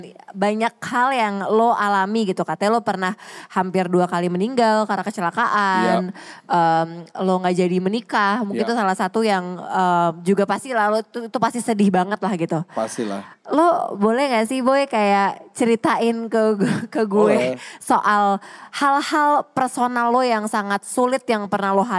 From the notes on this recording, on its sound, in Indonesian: Special Live On Stage di Kota Surabaya. Di kota terakhir ini, kita hadir di Ciputra World Mall, Surabaya.